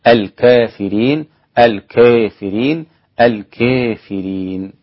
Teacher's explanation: مرة أخرى الفتح ثم التقليل ثم الإمالة